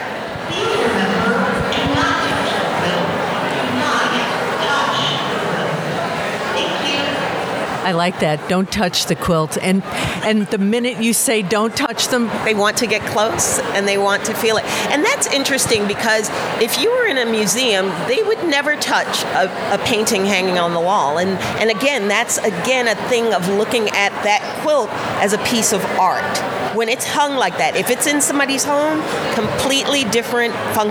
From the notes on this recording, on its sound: QuiltCon Atlanta 2023 - In the Aisle and Behind the Scenes. Attendees from around the world.